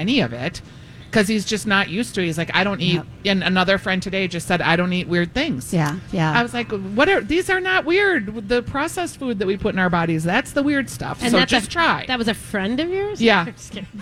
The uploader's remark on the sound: All while live at Kowalski's Market in Eden Prairie!